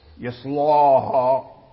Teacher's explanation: فإذا لم يمال اللام وجاور الصاد فيفخم · Term: تفخيم اللام